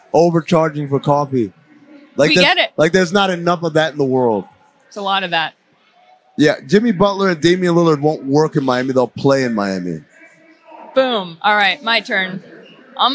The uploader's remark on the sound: Live from Las Vegas for NBA Summer League 2023